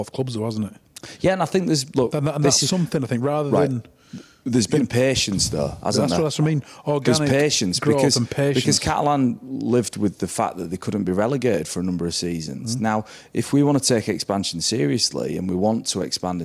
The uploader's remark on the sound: Live from Seven Brothers Brewery & Taproom in Salford